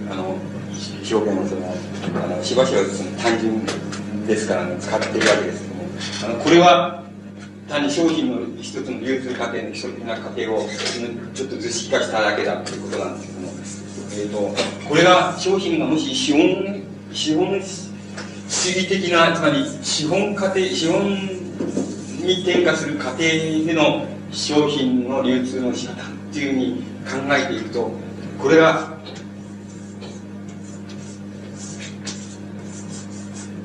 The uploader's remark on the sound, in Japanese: 主催：同志社大学文学哲学研究会「翌檜」。場所：京都教育文化センター。全編にわたってノイズが入っており、 中盤から「ボツ、ボツ」と テープノイズが続く。黒板使用のため音声が遠のく。